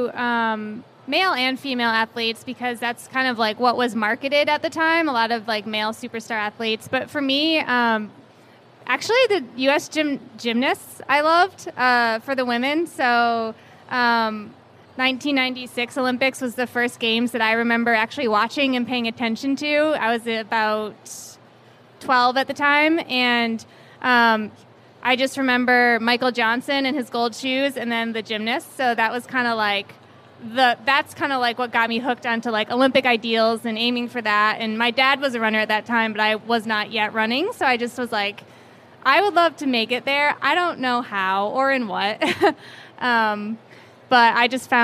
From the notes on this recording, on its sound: For a live show at the Houston Marathon.